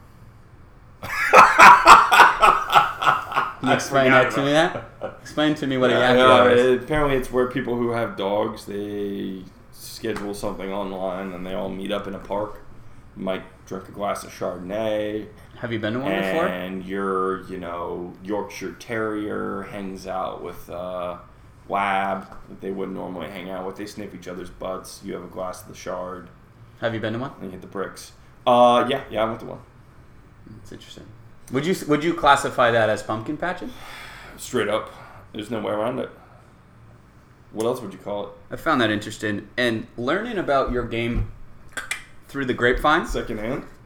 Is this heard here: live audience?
no